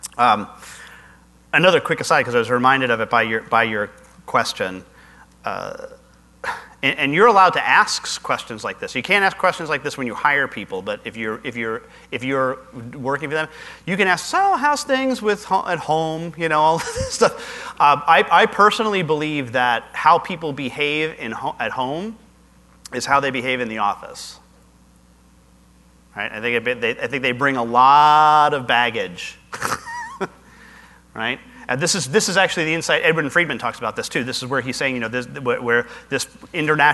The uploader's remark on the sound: Live Broadcast at the The IPBC IGNITE Conference